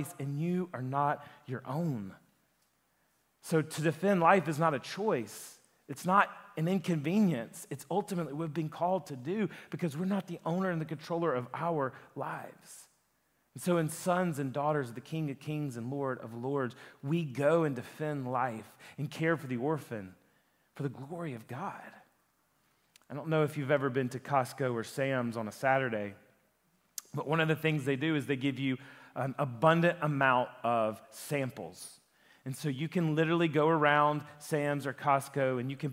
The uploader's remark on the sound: a sermon that he preached at Lifepoint Church